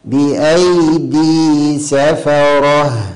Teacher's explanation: ينتبه جدا إن هو يمد الياء مد طبيعي ويوفي هذا المد